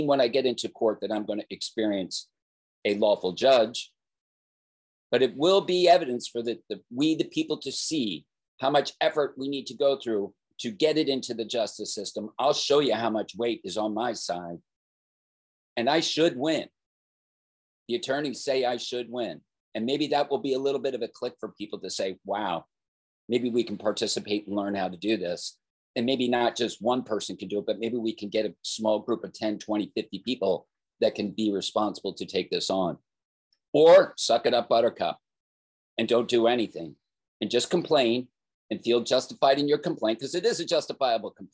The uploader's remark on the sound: Zoom rant being shared here.